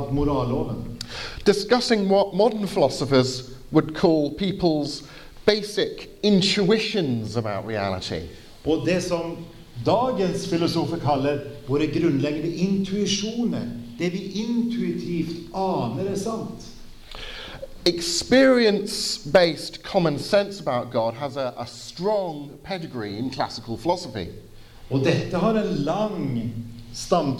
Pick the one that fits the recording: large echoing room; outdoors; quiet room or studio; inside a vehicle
large echoing room